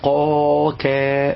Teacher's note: وعلشان تقدر تضبط الامر ده وتحس بيه كويس جدا، هتلاقي ان النطق في المرة التانية وانت بتقول قا كا بتقرب ناحية الفم من الامام، قا ده بعيد ورا خالص، كا بتقرب للامام